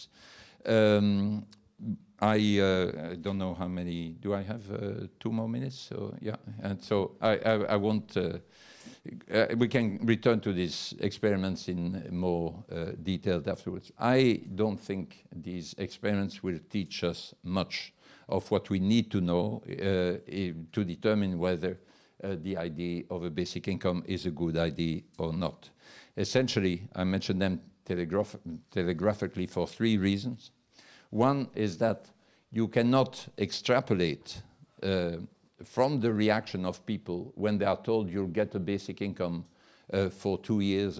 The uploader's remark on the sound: Lecture at WTM Forum I: Commoning Economy.